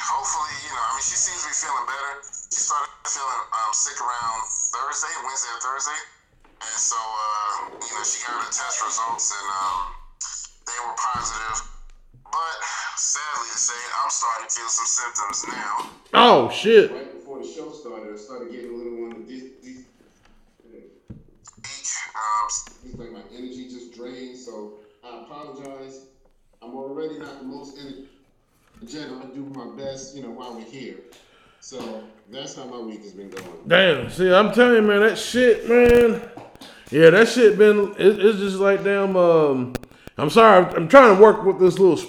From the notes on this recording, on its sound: We would like to apologize for the audio of this podcast.